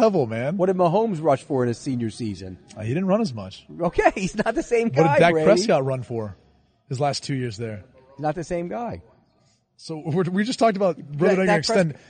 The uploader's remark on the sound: live from the floor at the 2019 NFL Combine